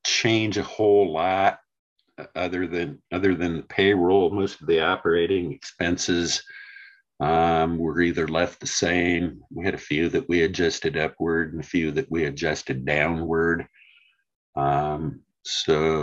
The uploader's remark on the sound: University Heights City Council Meeting of April 25, 2023 was held on Zoom.